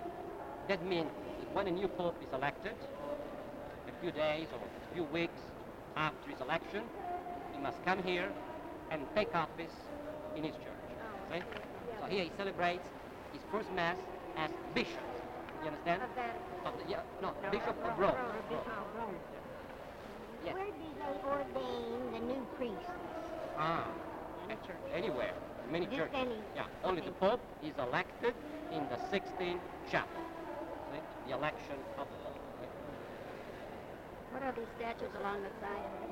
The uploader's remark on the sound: Later they took the tape recorder while touring and it is a lot of the tour guide narrating and some tour guide Q&amp;A. Rome Tour, Italy 1975. Compare & contrast Germany & Italy from the side of the road. They started in Venice.